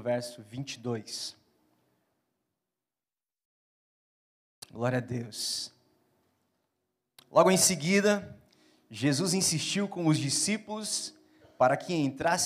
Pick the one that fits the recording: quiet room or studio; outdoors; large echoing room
large echoing room